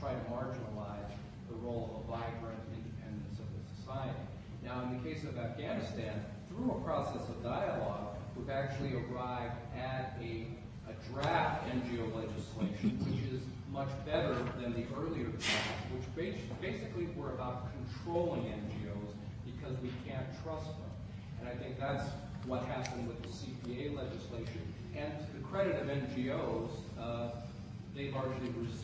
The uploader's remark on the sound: Princeton Colloquium on Public and International Affairs - Day One - Dodds Auditorium 10:00 am session